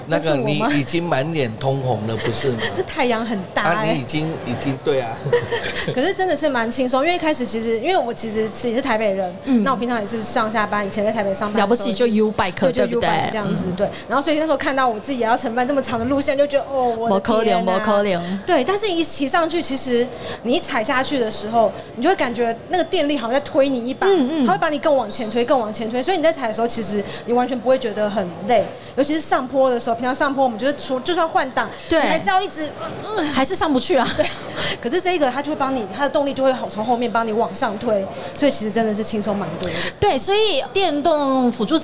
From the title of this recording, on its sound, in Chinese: 2022 Taipei Cycle台北國際自行車展-Live Podcast